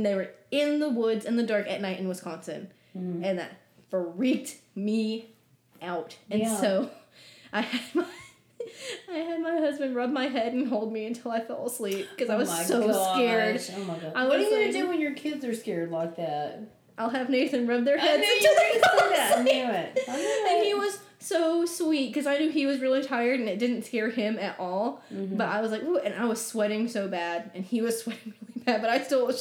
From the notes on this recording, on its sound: We recorded together in my home office for the episode, so forgive the reverb!